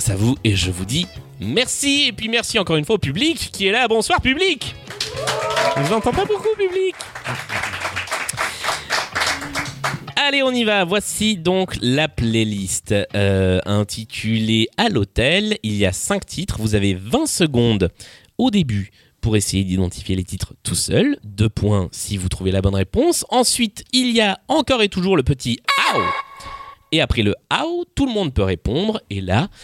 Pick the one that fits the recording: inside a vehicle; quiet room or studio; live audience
live audience